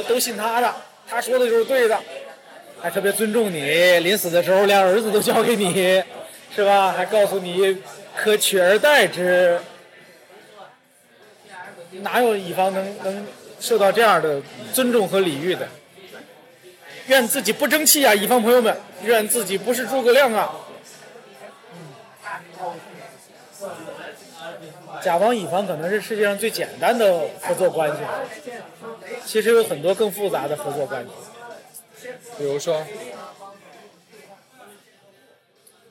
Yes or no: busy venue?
yes